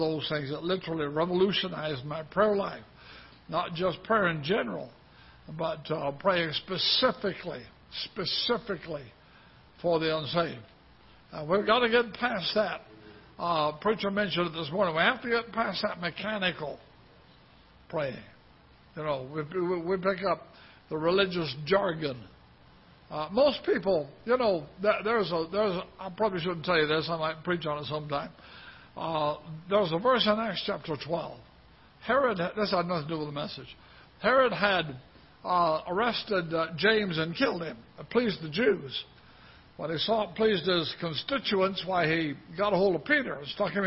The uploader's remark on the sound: Ketha Heights Baptist Church ~ Live Broadcast